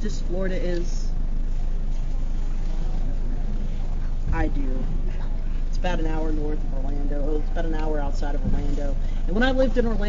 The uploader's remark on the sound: During my time in NOLA I manage to record the story while on the tour.